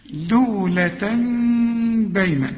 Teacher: لو سمحت اقلب التنوين إلى ميم واخفي الميم وغنى. يبقى هنا العلماء بيقولوا إيه، إقلاب الحكم بقى، اقلاب بقلب التنوين الى ميم، مع الاخفاء بخفي الميم وغن الايه، الغنة دي.